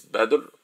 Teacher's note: So from the rules of Tajweed, which are the rules for recitation of Quran, we apply a clicking sound called qalqalah to the dal